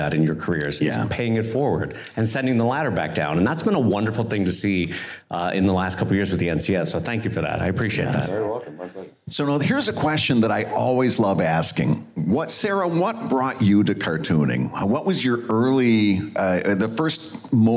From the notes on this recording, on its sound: LIVE from the Reuben Awards. At the Farewell Brunch, closing out the National Cartoonist Society's Reuben Awards events.